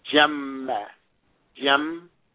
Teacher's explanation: And you hear the two M's, and the second M takes the fatha.